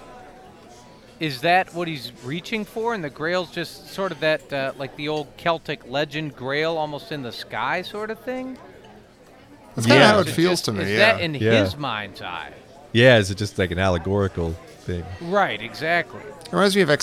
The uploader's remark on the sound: Live from the Lion's Head